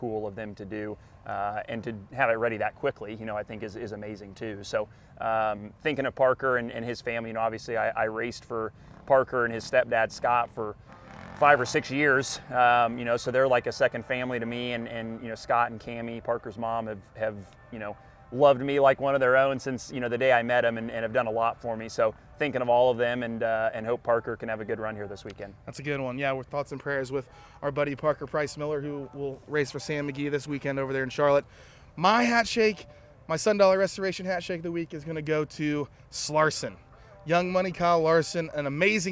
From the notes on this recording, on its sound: Live from Millbridge Speedway ahead of a $10,000 to win micro race in Charlotte.